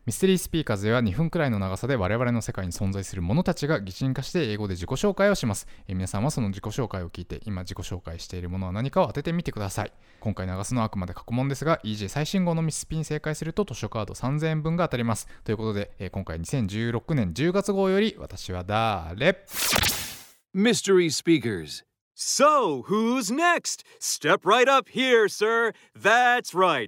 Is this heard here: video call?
no